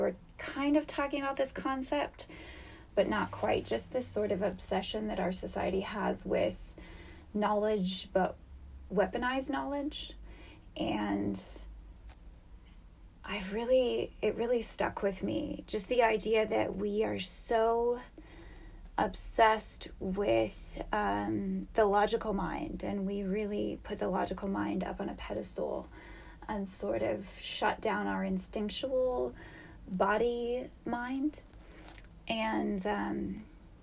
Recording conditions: sounds in the background